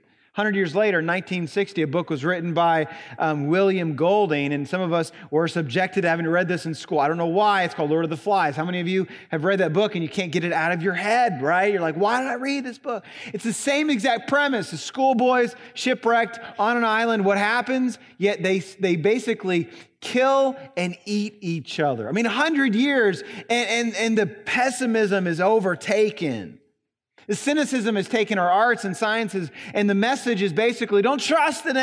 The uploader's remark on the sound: At Graceland Baptist Church in New Albany, Indiana.